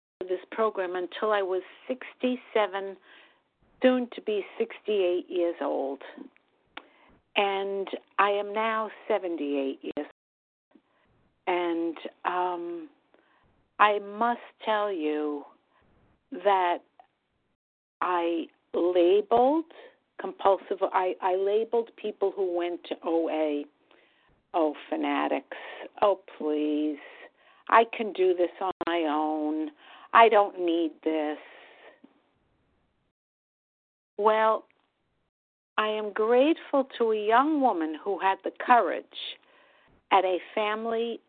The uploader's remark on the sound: from the 100 Pounders Phone Meeting, 1/20/24